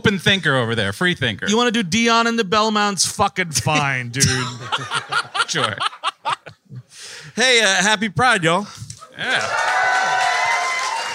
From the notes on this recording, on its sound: Live in New Brunswick, NJ. Recorded 6.15.23 at the State Theatre NJ in New Brunswick, NJ. The gang was in Jersey doing the first-ever official WM live episode.